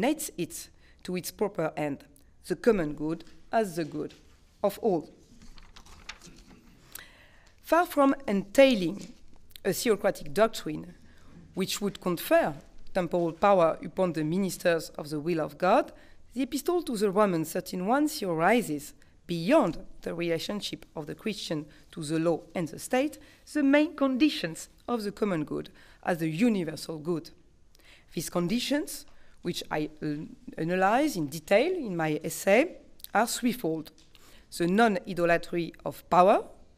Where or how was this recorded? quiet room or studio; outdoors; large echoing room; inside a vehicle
large echoing room